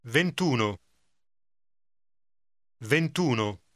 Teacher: the last vowel, as in 20 or 30, is dropped when combining with uno